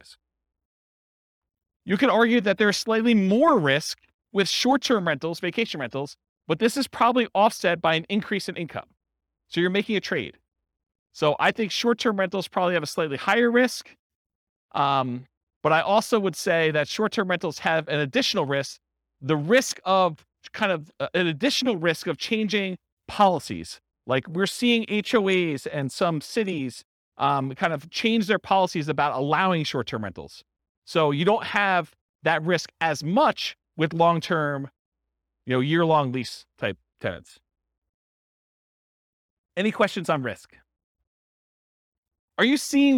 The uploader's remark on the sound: This was a live class recorded